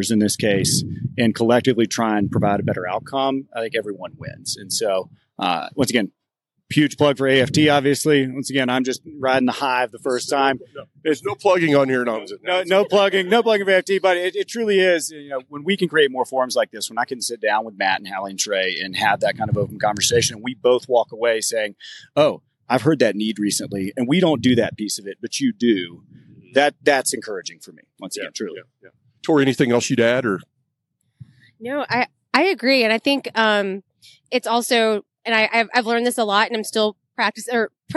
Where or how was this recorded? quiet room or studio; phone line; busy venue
busy venue